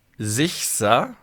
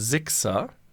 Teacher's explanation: wenn du nach dem CH noch ein S hast, sagst du nicht Sichser, sondern Sixer · Shown in: second take